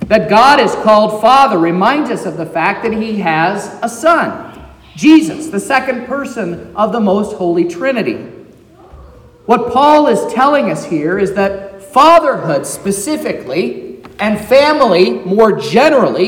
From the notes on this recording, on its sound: This is the sermon preached at Trinity Lutheran Church in Vallonia, Indiana, on Sunday, September 24th, 2023, which was the 16th Sunday after Trinity.